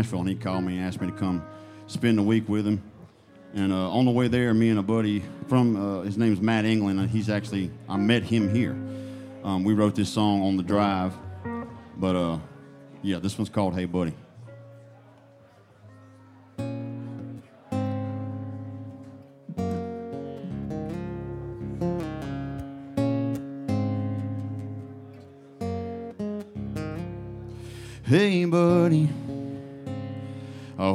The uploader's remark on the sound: Rounds At Live Oak In Nashville